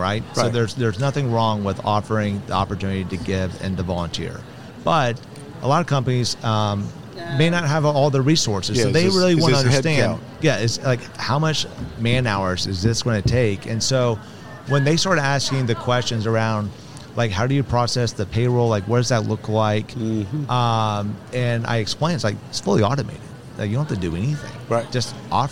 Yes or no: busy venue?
yes